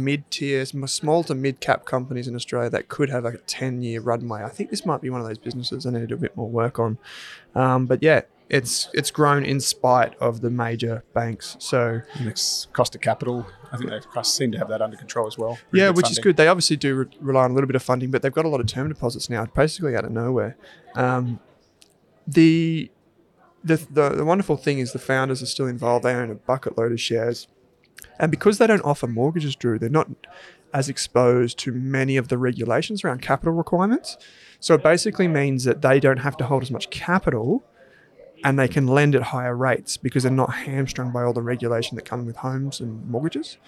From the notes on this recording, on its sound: LIVE from the Australian Shareholders Assocation (ASA)